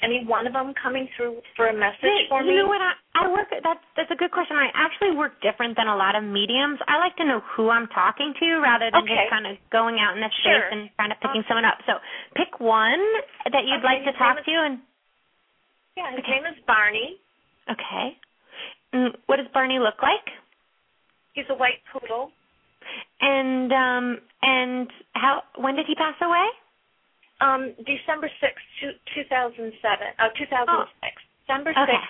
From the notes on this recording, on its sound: open up the lines for listeners to call